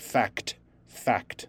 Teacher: The fact okay it's it's a big burst of air when you go from the c to the t of course everything comes out of your mouth the air bursts out of your mouth on the T sound